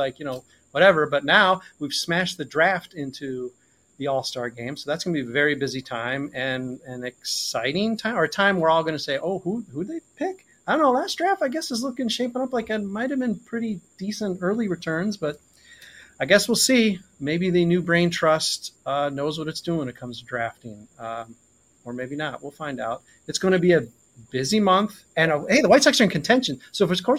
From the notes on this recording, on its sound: weather smoke, technical difficulties and the encroaching sunset